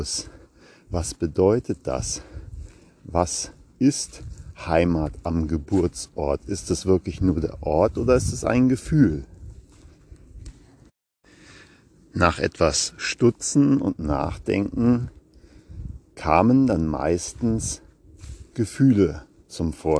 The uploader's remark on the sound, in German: Achtung: live im Wald gesprochen- kann Spuren von echter Waldenergie enthalten.